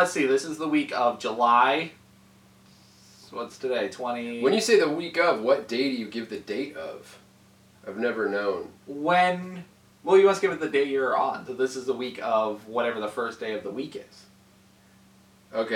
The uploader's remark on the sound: We had some audio troubles. Apologies for the severe decrease in audio quality this episode.